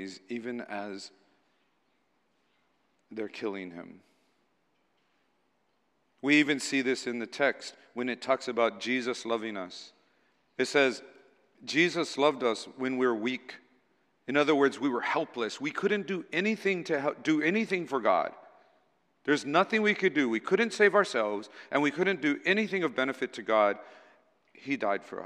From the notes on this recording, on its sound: Recorded on April 9, 2023 at Waialae Baptist Church.